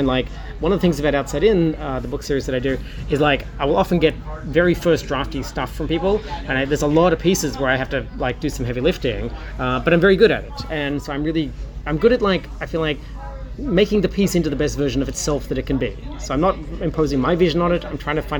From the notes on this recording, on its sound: Live from Los Angeles. Sunday morning at Gallifrey One. Live interviews recorded at the con.